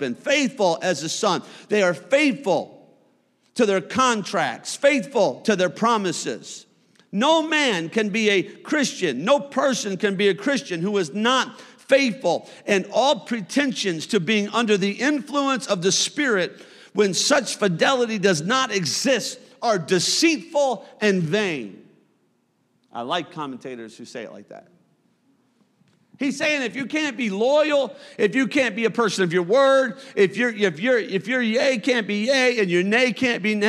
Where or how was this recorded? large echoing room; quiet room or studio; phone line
large echoing room